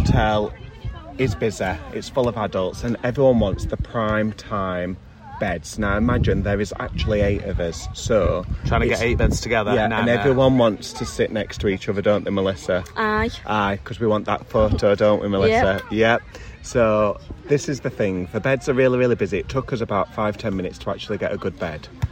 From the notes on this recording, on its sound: We are coming to you live from the beach in Alcudia!